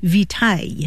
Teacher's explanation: Latin victualis passed into French, but along the way it lost that hard C sound, so it sounded more like vitaille.